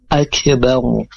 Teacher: Ra-nya disukunkan, dengan hukumnya adalah ra dibaca tafkhim, karena ketika ra itu sukun kemudian huruf sebelum ra harokat fathah atau dhamma, maka dibaca tebal, jadi bacanya akbaru bukan akbar. Kalau akbar itu tipis dia dibaca huruf ra-nya, tapi ini dibaca tebal.